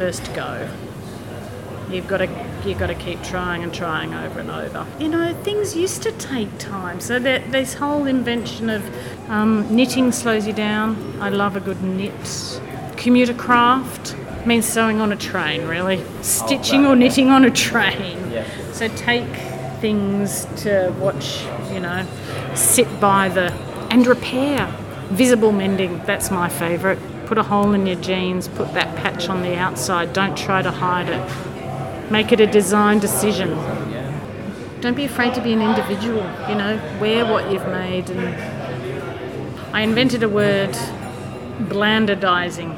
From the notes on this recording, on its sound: We recorded in the pub - surely the best way to spend an afternoon recording a podcast - so occasionally the sound quality dips.